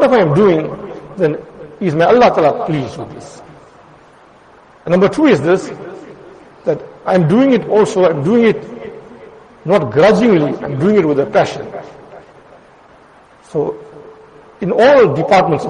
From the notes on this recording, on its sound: Jumuah lecture at Madressah Taleemuddeen.